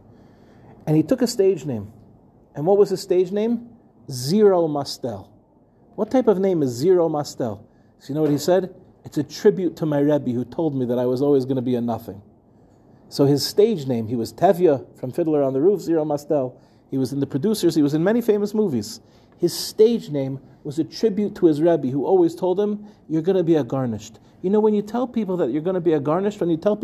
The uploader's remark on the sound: In this week's Parsha shiur, delivered at the final NCSY Kollel Mishmar of the summer